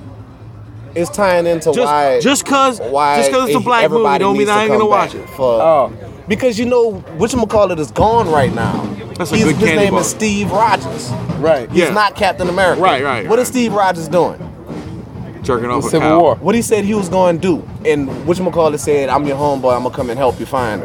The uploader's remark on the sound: record a live remote outside of the Babylon Sports Bar